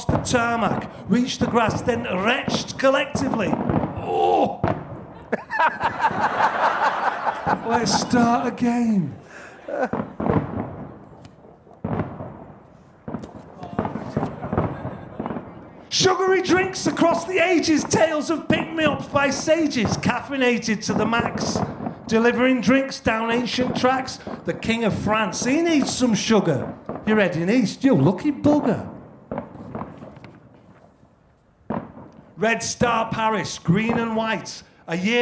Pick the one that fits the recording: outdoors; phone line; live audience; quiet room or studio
live audience